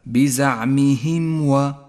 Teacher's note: تكون الميم في هذا الموضع أشد إظهارا لأن حرف الإظهار الذي بعدها هو الواو، يخشى من أن ينقلب الحكم إلى إخفاء إذا لم يوضحه · Term: الإظهار الشفوي